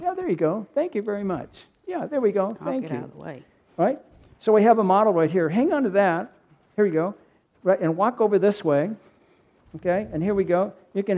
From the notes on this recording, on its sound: At Ringgold Seventh-day Adventist Church.